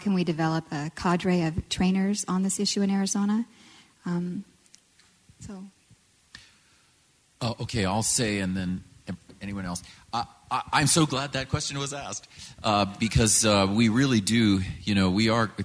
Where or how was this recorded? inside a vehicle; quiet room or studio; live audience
live audience